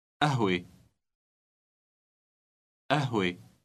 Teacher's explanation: Note that the first letter is pronounced a rather than ka.